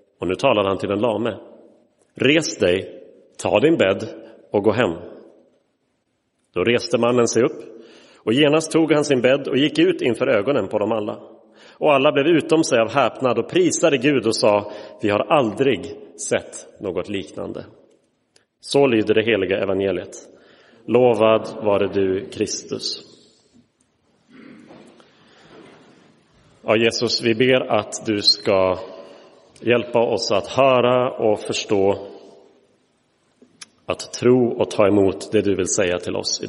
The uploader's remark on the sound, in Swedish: Inspelad i Roseniuskyrkan den 15 oktober 2023.